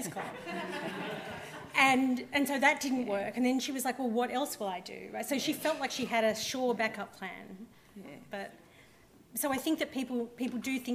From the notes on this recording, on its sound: THIS LECTURE WAS HELD ON 8 September, 2016 at the University of Sydney as part of the Sydney Ideas and the Insights Lectures series.